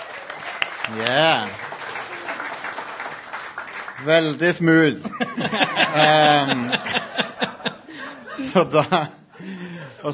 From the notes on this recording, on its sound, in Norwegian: Live fra Tiltcast 2.0 (fikset lyd). Live-episoden.